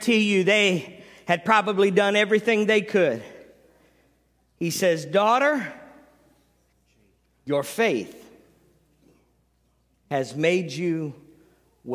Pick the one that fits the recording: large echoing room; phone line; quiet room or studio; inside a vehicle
large echoing room